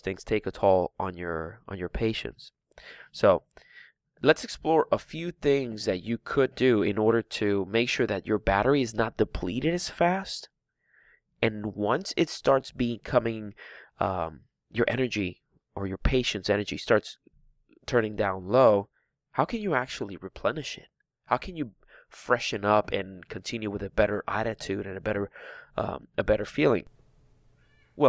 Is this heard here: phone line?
no